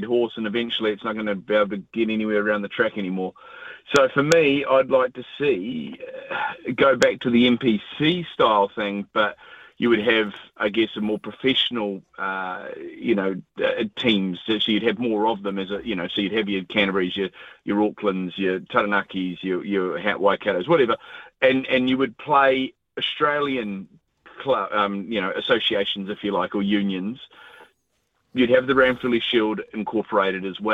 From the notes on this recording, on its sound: He goes to the phone and text lines